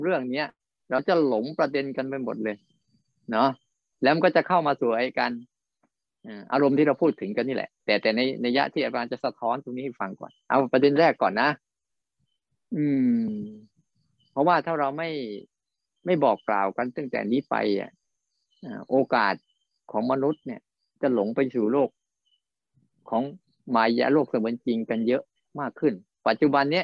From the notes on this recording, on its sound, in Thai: บรรยายผ่านระบบ zoom